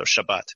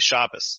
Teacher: it shifts the T sound to an S, and it shifts the syllable emphasis to the first syllable. · Shown in: second take · And it sounds more like German.